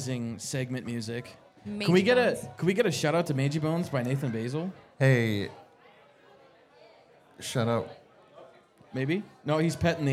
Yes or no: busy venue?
yes